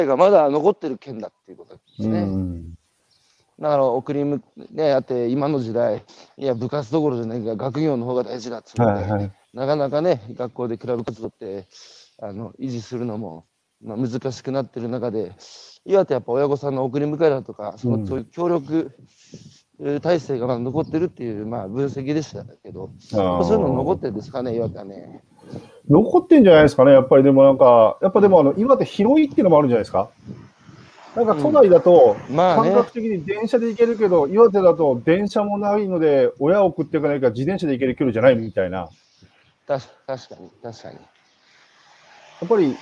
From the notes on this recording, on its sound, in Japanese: 歩きながら1時間、対談する